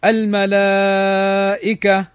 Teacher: فيمد 4 أو 5 حركات أو 6 عند التوقف · Term: مد واجب متصل